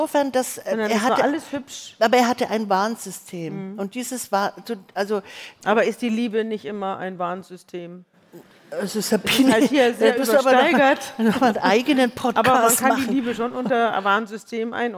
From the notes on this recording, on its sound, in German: Ein Live-Mitschnitt vom Podcast-Festival. April 2023 in Berlin.